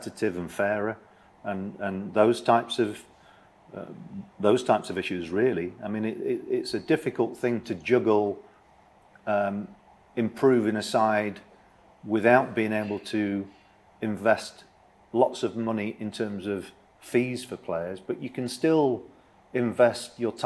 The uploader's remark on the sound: Full audio from this weekend's pre-match press conference